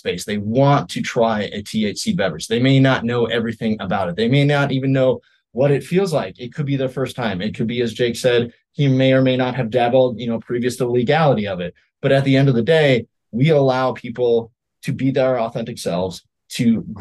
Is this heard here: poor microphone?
no